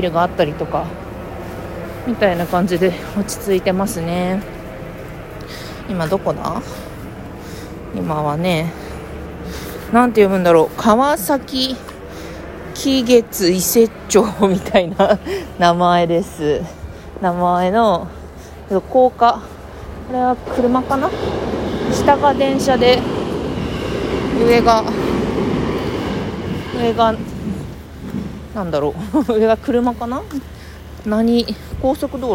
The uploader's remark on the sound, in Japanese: 武蔵小杉を歩きながらしゃべっています。